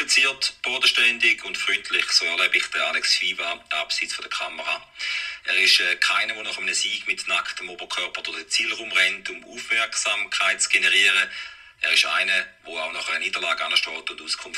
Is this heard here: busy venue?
no